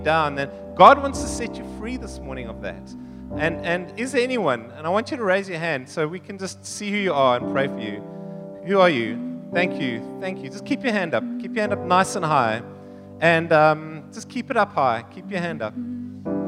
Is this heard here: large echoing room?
yes